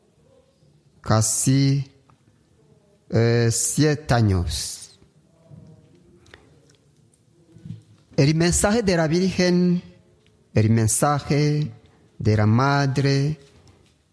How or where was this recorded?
large echoing room